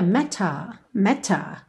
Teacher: num sotaque mais britânico, a gente teria meta, meta, ok? O T bem marcadinho